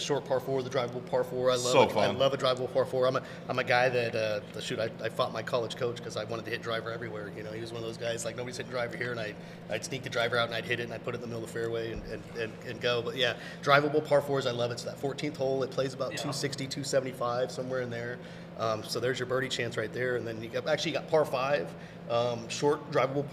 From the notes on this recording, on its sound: Recorded at Golf Club at Sunrise